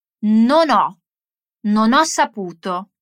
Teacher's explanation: nota bene come il suono della N in non si lega al suono del verbo ho.